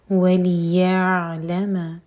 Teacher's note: عين ساكن پر تھوڑا ٹائم دیں تاکہ جھٹکا نہ آئے